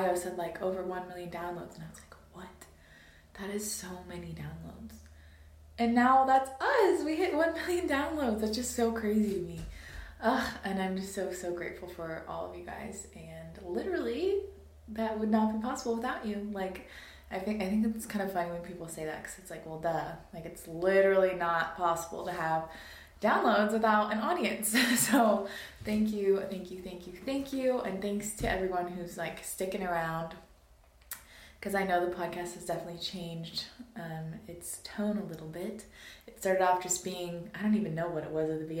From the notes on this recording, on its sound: Sorry about the audio quality on this one. My mic situation got messed up for this episode.